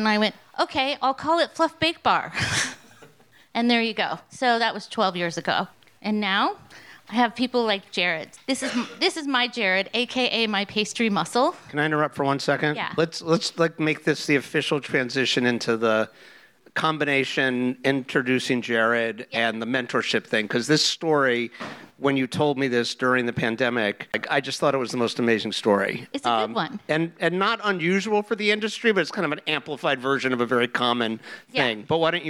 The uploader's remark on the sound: LIVE! from an On the Line dinner in Houston. This episode was recorded LIVE before an audience of Houston line cooks at an On the Line dinner at Bludorn restaurant.